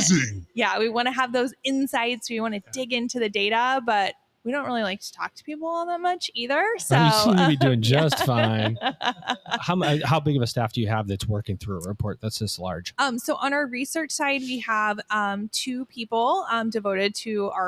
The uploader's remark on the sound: LIVE from InsightsEDU 2024. Recorded LIVE & in person from the InsightsEDU 2024 conference in Phoenix, AZ.